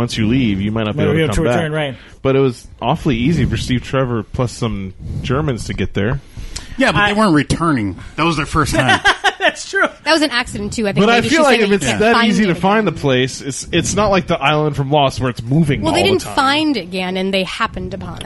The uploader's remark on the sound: All recorded live at Maui Comics & Collectibles.